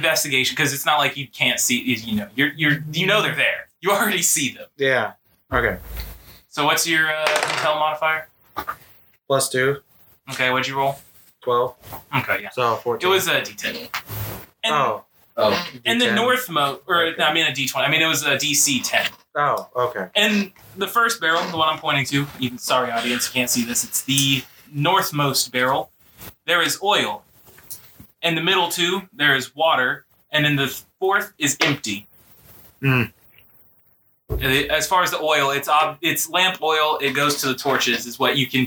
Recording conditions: poor sound quality